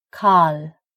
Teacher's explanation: I'm making a light L, which means I'm lifting my tongue tip to the roof of the mouth. And I'm not engaging the back of the tongue.